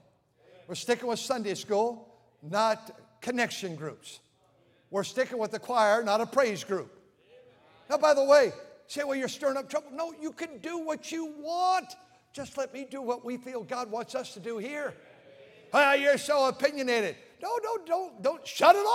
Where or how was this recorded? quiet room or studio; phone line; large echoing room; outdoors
large echoing room